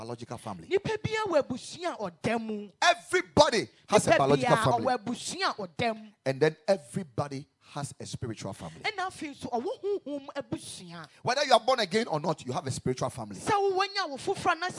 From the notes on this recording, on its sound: Preached at the Ekklesia Campus.